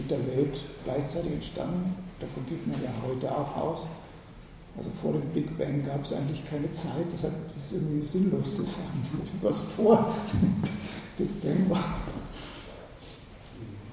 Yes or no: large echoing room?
yes